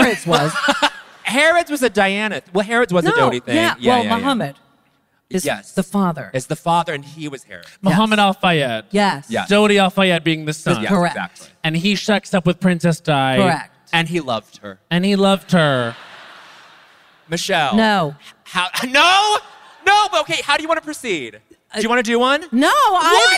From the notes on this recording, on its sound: Recorded LIVE at Union Chapel in London, a true place of G*d.